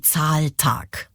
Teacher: beide Silben werden gleichermaßen betont · Term: Spondeus